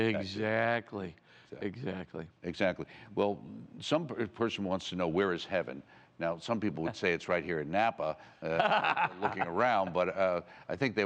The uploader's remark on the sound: A special edition from the 13th Annual Napa Summer Conference.